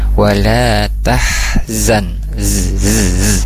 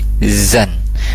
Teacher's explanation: Jadi untuk huruf Z itu dia ujung lidah mengarah atau menyentuh ke gigi seri bawah.